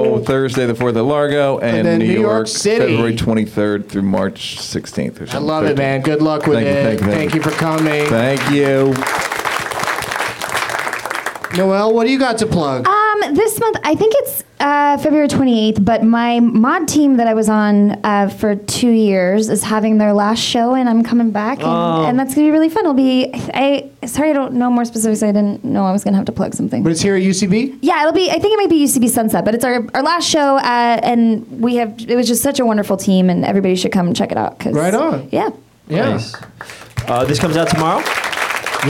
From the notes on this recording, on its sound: Live from the UCB Franklin